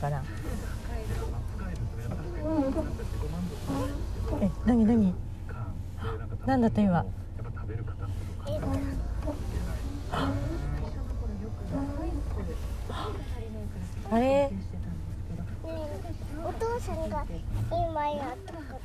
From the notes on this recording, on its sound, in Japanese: 車の中の会話